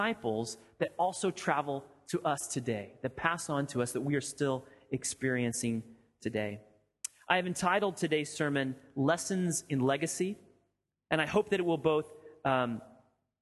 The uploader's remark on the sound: Sermon audio from FIBC Copenhagen